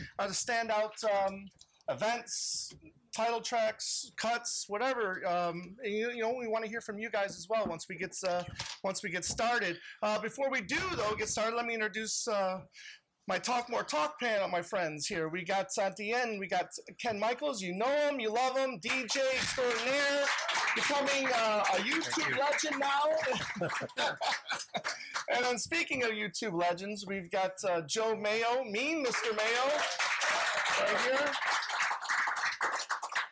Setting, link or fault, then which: fault, uneven or low level